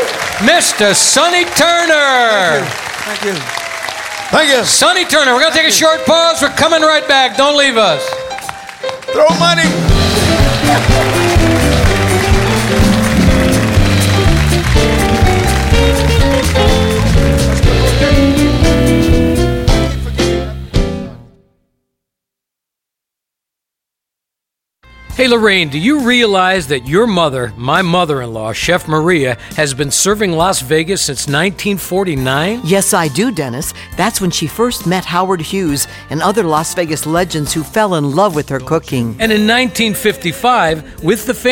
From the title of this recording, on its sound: Live at the South Point 01-26-2017